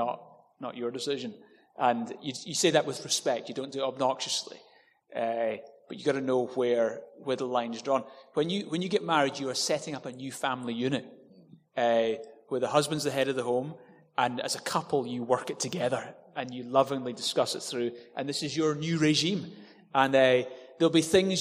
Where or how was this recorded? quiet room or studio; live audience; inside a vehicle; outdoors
live audience